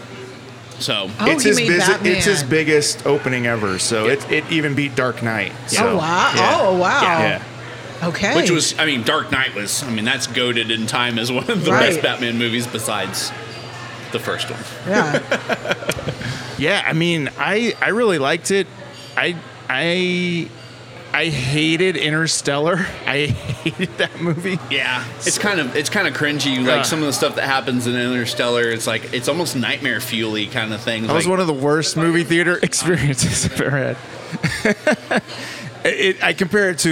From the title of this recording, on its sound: MISSION TACO JOINT-PARK PLACE! On Location!